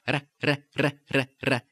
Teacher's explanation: But in Spanish, it's a trill in the front or the tip of the tongue. Now, with the tongue doing this one tap in front on the alveolar ridge